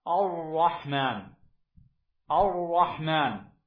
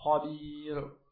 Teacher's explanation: الراء المرققة هذه الراء لا يرافقها تقعر اللسان ولا تضيق الحلق · Shown in: second take